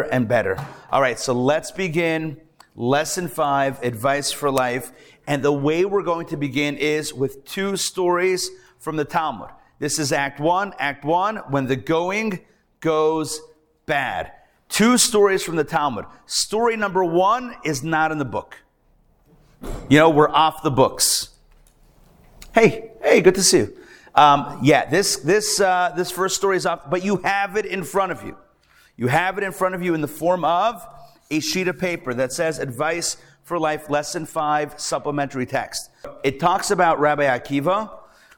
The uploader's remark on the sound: Recorded Live at The Torah Center ATL on Wednesday, February 21, 2024